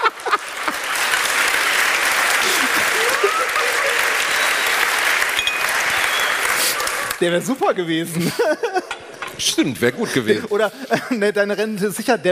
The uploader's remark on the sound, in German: Hier ist der zweite Teil des Live Mitschnitts von AAA-Live aus Bielefeld.